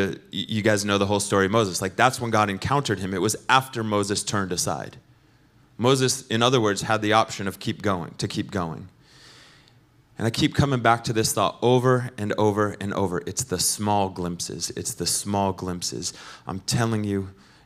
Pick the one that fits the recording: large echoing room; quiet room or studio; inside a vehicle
large echoing room